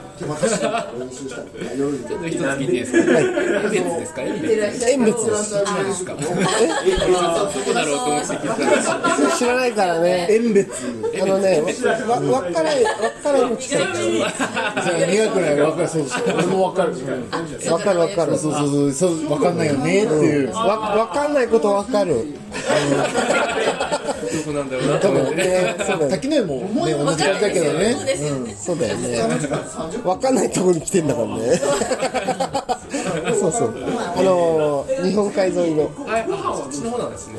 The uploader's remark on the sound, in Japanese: 滝上町オフライン収録！新オープンするふくらい家潜入収録！